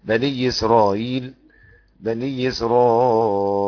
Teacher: وله النقل ينقل حركة الهمزة اللي هي الكسرة إلى الياء بني إسرائيل بني إسرائيل، وليه برضه الايه الابدال ثم الادغام بني اسرائيل بني اسرائيل.